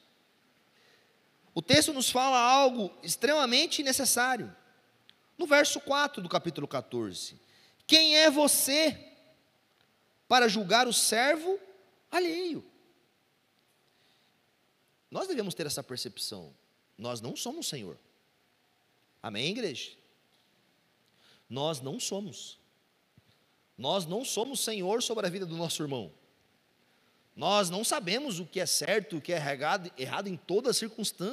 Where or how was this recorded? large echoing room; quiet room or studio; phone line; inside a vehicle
large echoing room